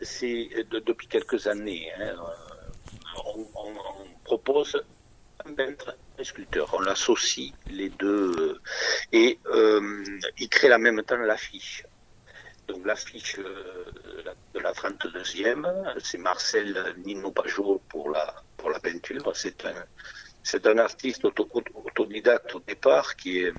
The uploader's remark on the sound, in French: Entretien téléphonique